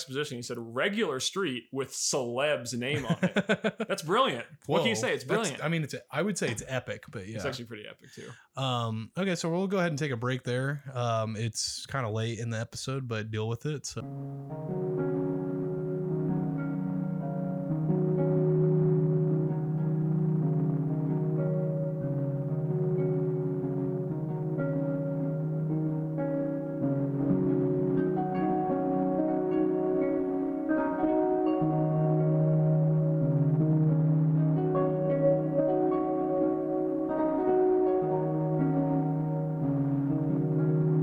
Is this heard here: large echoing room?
no